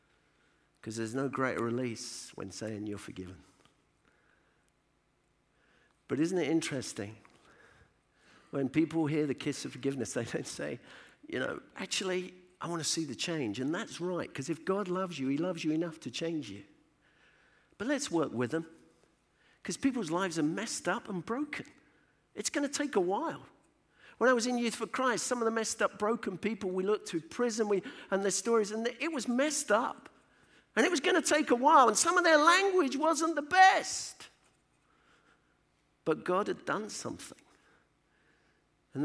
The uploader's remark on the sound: Session recordings from DNA 15 hosted by CVM Ireland